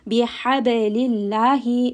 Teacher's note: Name of Allah here is going to be light because the letter before has kasra.